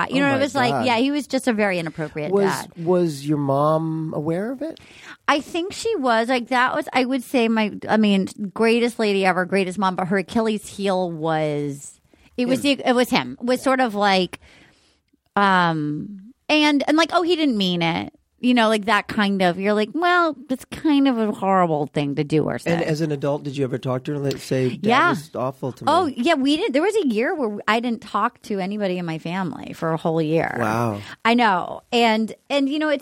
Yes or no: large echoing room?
no